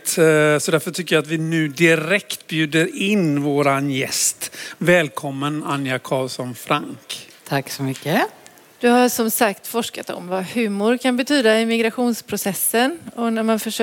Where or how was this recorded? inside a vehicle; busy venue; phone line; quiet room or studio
busy venue